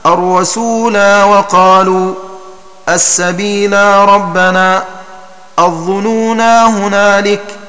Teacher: والمراد بالقصر حذف الألف بعد النون واللام، فتكون قراءة غيرهم بإثبات الألف وصلا بعد النون واللام